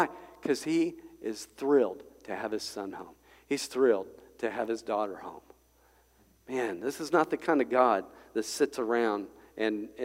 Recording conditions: large echoing room